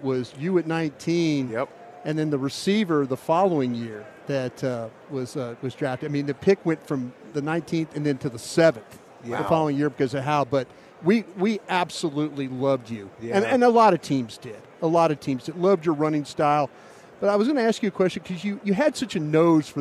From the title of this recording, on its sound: live from Super Bowl Radio Row